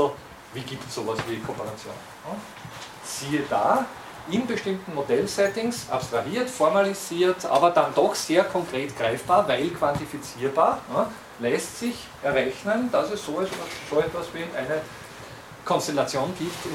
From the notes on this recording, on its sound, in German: Diese Vorlesung wurde von Studierenden der Uni Wien im Wintersemester 2011 aufgenommen